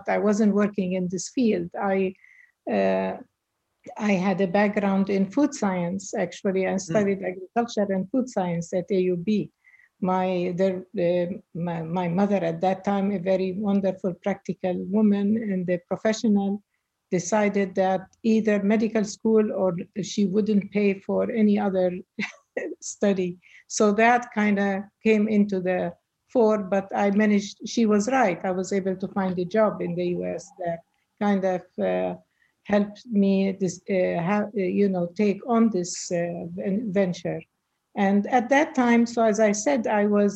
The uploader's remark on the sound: Our long-form interview series, hosted on Zoom. There is a moderated town-hall style Q&A with questions coming from the live virtual audience on Zoom.